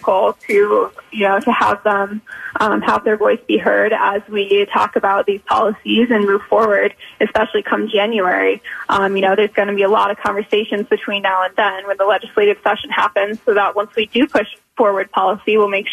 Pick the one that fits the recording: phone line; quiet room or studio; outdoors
phone line